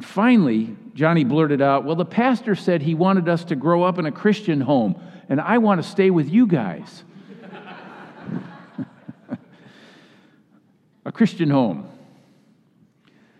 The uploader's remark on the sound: Message delivered during the Classis Worship service.